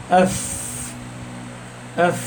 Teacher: باطن الشفة السفلى زي ما قال لي مع اطراف الثنايا العليا، يعني السنتين اللي في مقدم الفم فوق الثنيتين دول اللي هم الثنايا العليا يريحوا على بطن الشفة السفلى اللي هو مخرج الايه الفاء. · Term: مخرج الفاء